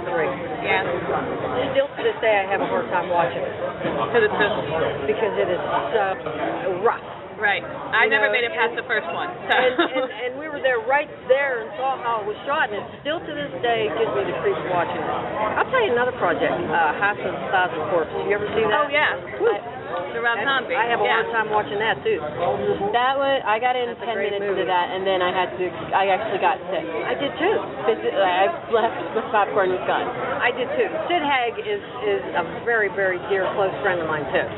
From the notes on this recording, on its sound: were interviewed while attending Infect Scranton, a Zombie Convention